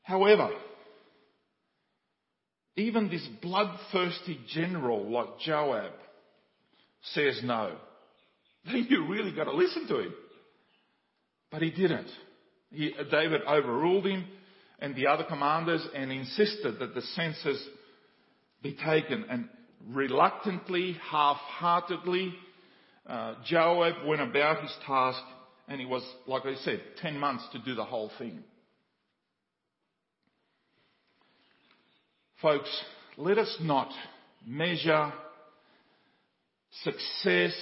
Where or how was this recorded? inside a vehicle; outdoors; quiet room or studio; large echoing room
large echoing room